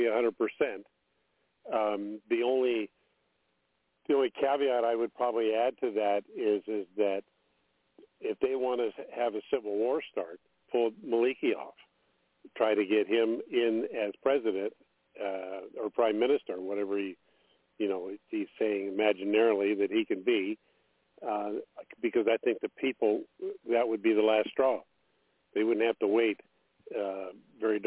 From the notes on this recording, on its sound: TNTSuperfantastic Conference Call